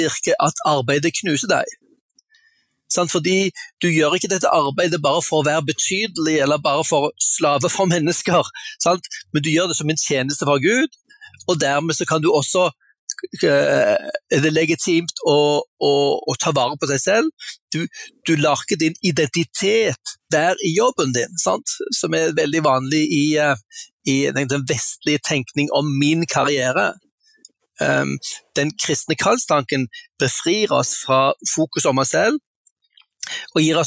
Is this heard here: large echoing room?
no